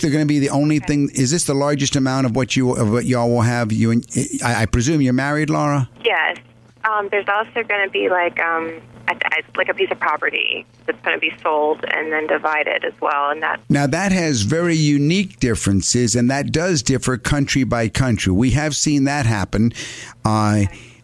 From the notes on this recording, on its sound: Call-in show.